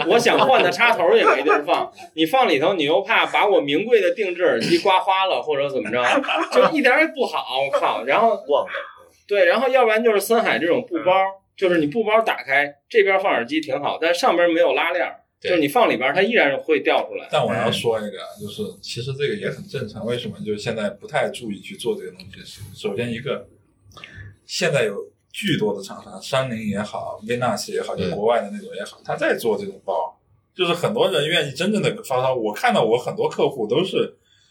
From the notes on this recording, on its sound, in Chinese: 这次来到了成都。打开手机语音备忘录放在听音室凳子上，就有了这一期节目。敌台展会欢聚一堂的节目一向用手机录制，音质不好赖他们。